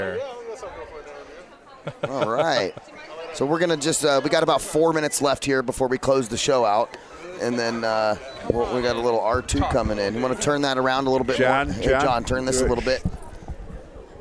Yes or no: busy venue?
yes